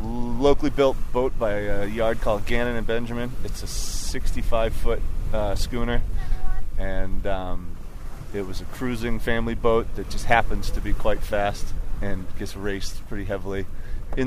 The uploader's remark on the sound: This month I take you aboard the 1928 50ft, 22-ton Alden Schooner Charm III as we race in the Antigua Classic Yacht Regatta